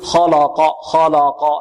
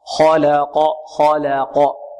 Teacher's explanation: الخاء هنا مفخمة واللام مرققة والقاف مفخمة · Shown in: second take · نحذر من تفخيم ماذا؟ اللام، لأنها وقعت بين مفخمين